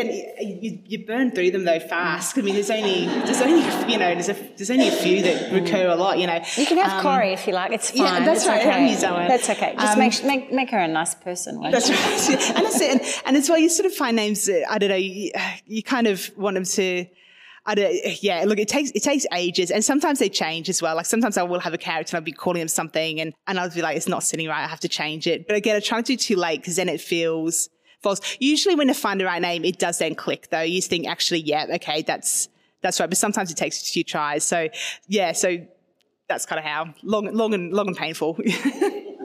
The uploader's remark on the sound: at their recent live event